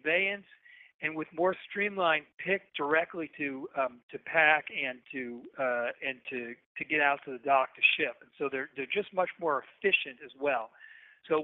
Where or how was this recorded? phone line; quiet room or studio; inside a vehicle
phone line